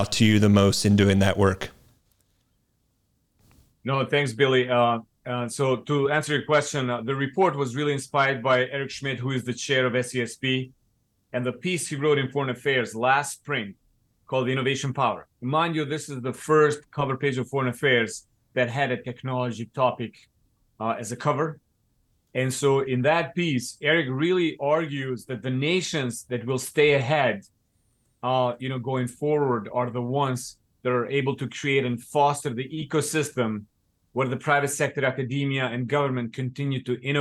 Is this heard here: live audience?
no